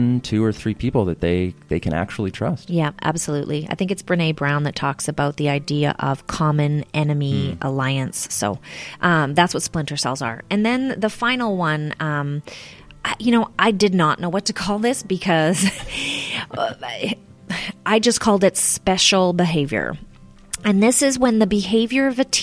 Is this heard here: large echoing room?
no